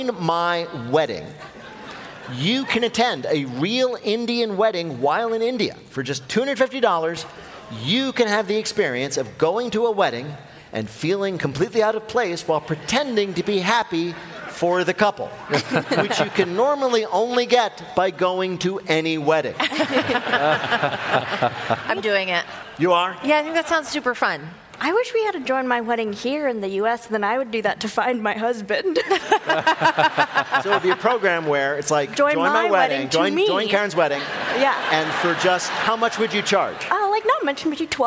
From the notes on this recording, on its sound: This week, we're live in LA